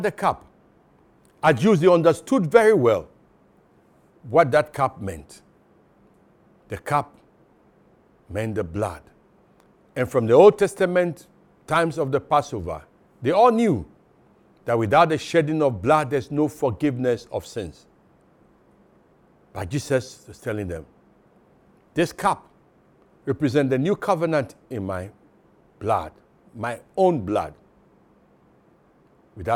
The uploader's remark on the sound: Sermon preached at CBC Shiashie Campus